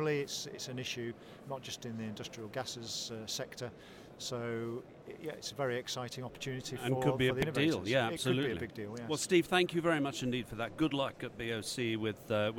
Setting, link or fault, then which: setting, busy venue